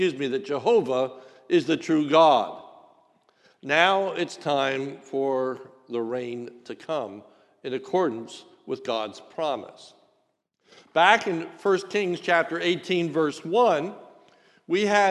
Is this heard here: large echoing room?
yes